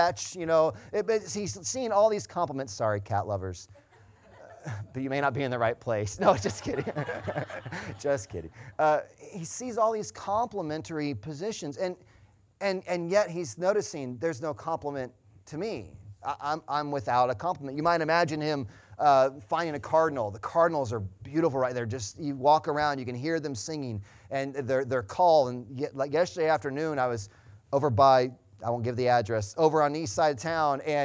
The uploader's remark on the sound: Sunday Morning Service Audio